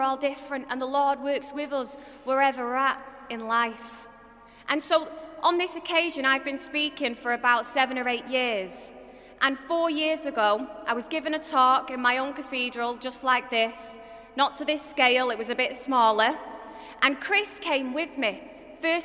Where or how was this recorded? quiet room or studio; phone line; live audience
live audience